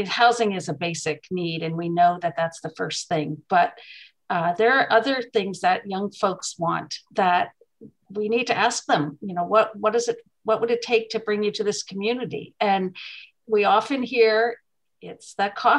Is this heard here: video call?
yes